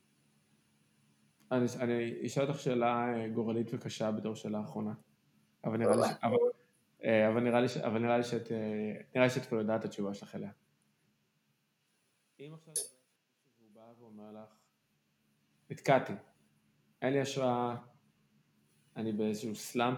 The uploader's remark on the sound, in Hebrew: הפרק הזה הוקלט במטרה להיות הפרק הרביעי בפודקאסט שינויים קבועים, ולכן אולי הפורמט והסאונד עלולים להרגיש לכם טיפה ״שונים״ מהפרקים האחרים.